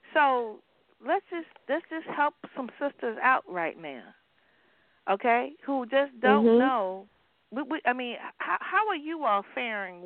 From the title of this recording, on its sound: A Chat in the Garden